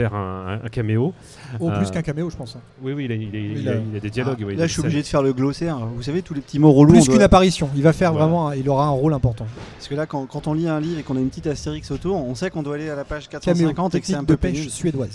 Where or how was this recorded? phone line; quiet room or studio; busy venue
busy venue